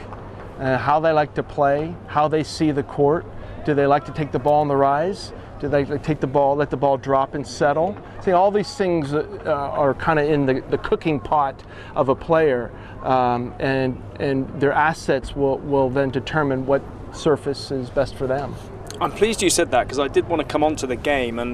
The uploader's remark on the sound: This interview was recorded during the 2022 Rolex Monte-Carlo Masters.